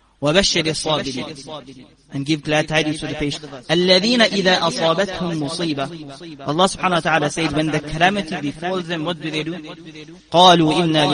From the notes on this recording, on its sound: Jumuah lecture